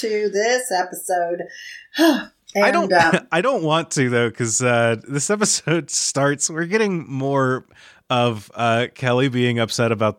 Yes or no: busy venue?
no